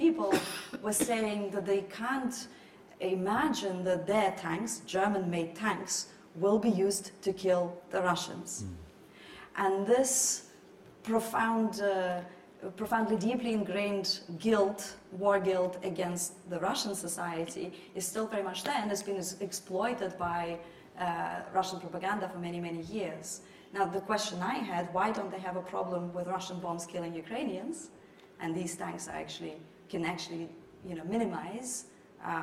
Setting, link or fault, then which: setting, live audience